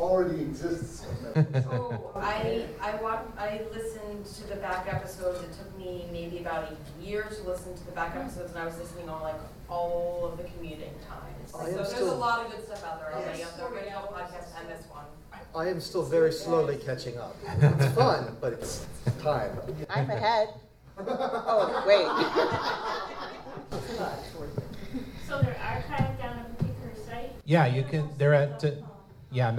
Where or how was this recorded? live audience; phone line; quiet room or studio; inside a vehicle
live audience